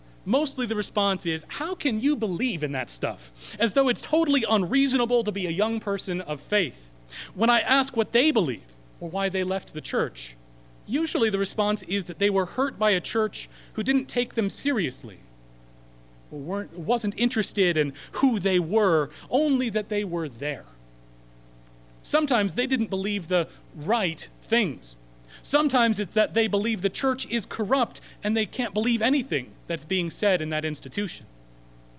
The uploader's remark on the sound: Recorded March 27, 2016 at Corona United Presbyterian Church